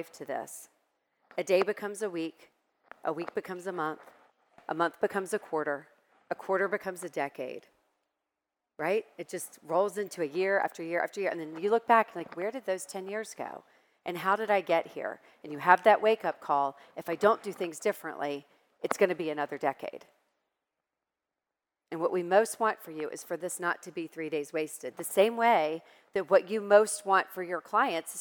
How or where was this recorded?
live audience